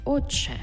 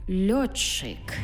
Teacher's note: «Ти» і «чи» і утворюється в нас подовжений звук «чи». Тобто пишемо «отче», а вимовляємо «отче».